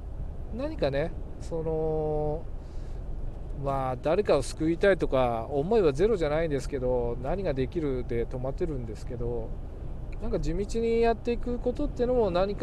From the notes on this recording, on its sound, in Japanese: 運転中。けっこう前に収録してます。大雨の夜の車のなからお届けつっての第３弾。